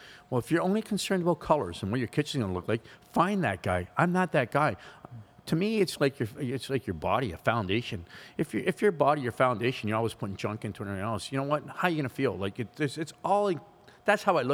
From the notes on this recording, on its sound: We are back at the R Club recording another great podcast